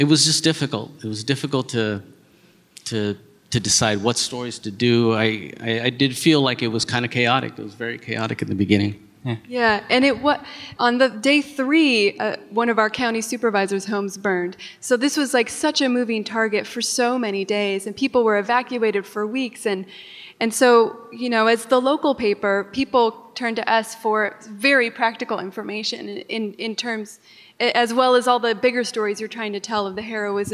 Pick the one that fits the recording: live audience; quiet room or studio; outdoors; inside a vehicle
live audience